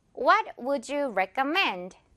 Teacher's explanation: mend 부분에 강하게 다시 한번.